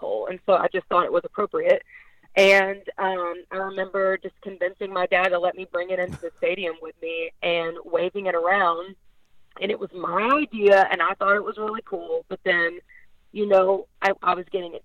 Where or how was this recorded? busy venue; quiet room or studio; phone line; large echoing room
phone line